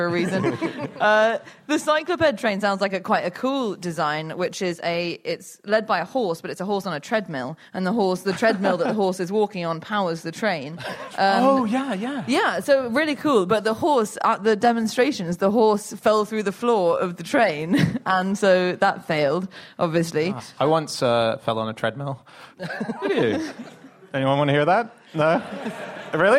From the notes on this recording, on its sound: Live from The Junction in Cambridge